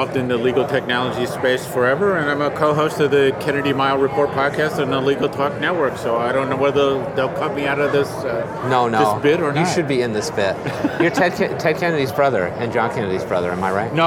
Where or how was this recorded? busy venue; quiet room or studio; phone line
busy venue